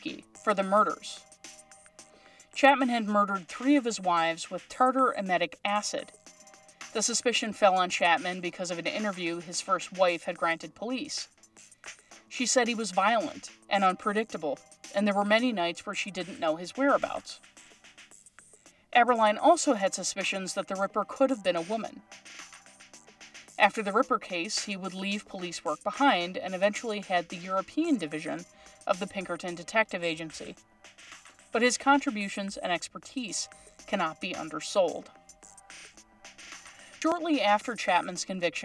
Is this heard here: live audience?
no